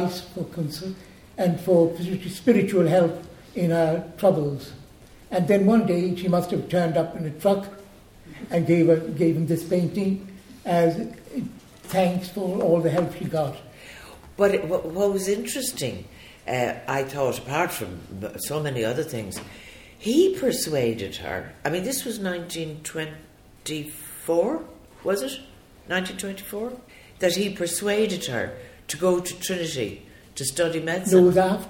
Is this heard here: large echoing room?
yes